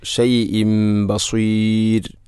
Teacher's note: ഷെയ്ഇൻ എന്ന തൻവീന് ശേഷം ബ വന്നാൽ ഇഖ്ലാബ് എന്നതാണ്. തൻവീനിനെ മീമാക്കി മാറ്റുന്നു.